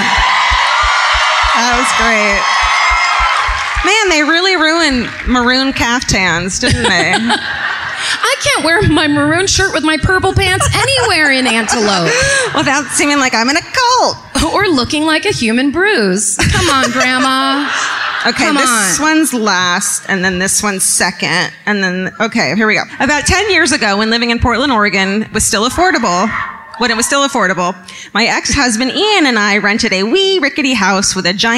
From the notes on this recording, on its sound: Live at My Favorite Weekend in Santa Barbara. Recorded live at the Arlington Theatre.